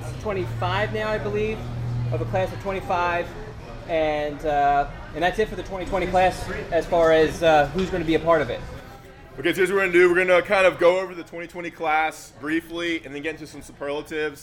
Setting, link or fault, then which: setting, busy venue